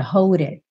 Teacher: E o D ficou rarara, hold it.